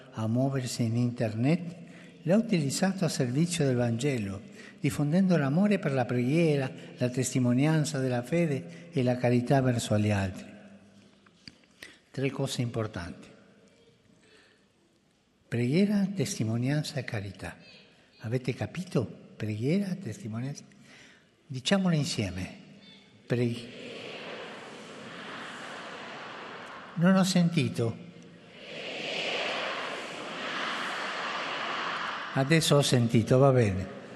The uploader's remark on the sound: FROM TH PAUL VI HALL.